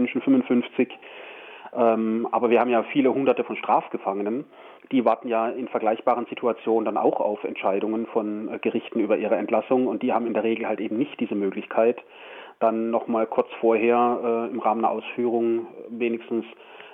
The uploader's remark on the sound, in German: Immer noch nicht mit uns im RDL Studio an unserer August- Ausbruchsendung teilhaben, sondern nur per Telefon.